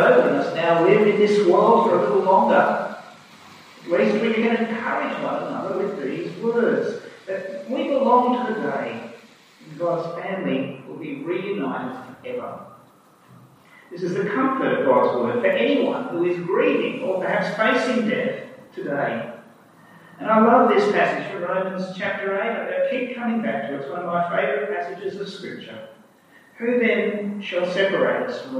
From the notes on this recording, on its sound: Due to technical reason, the sound quality is not ideal for this recording.